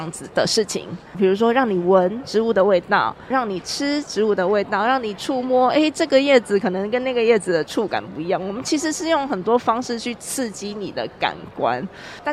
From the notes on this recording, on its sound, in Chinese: 2023台北國際書展 特輯。活動現場訪談。